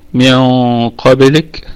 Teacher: القاف من حروف خص ضغط القِظ، وهي في ثاني درجات تفخيم لأنها مفتوحة فقط